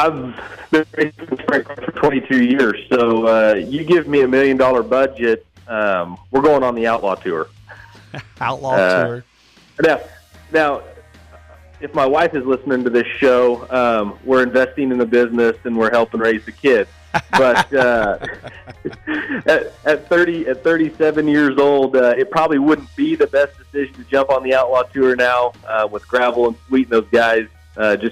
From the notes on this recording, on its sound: Joins us over the phone